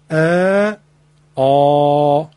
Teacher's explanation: این صدا که در حلق ایجاد می شود ما میگیم صدای مفخم، صدای تفخیم، یعنی صدای پرحجم